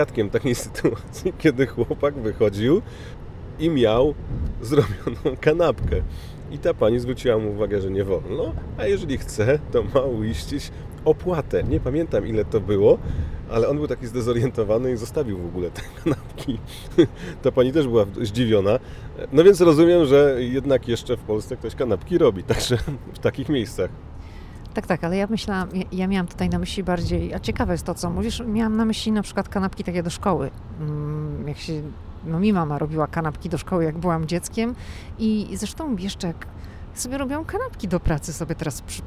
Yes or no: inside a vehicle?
yes